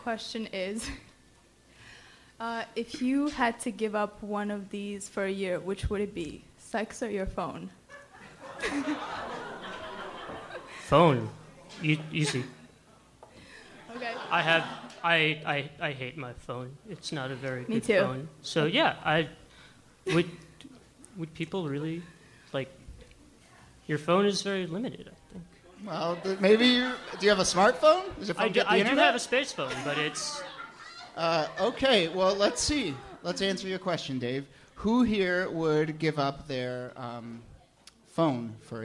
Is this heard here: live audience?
yes